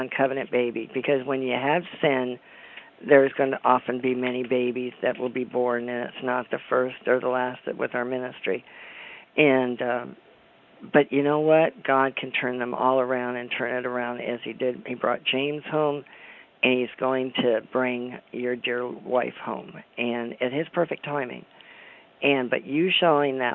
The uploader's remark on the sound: CONFERENCE CALL